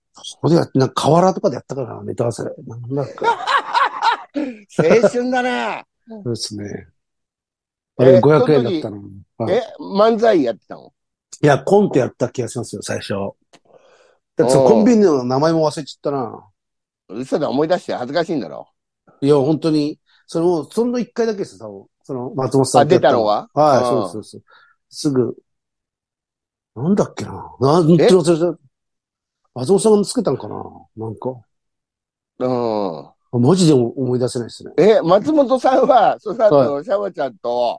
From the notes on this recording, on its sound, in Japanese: ZOOMで収録